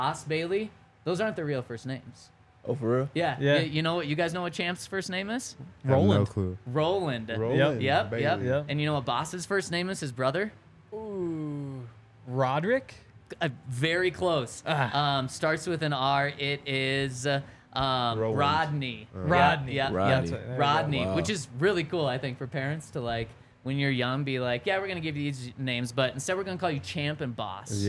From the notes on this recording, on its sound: coming to you LIVE from the DNVR Bar